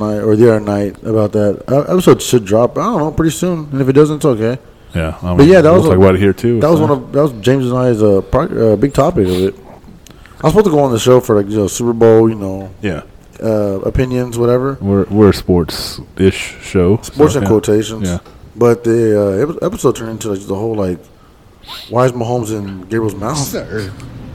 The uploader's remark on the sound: We are live on location in New Orleans!